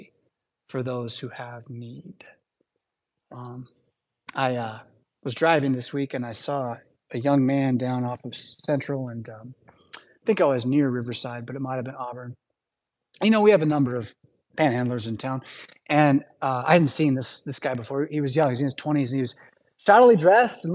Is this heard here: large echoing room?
yes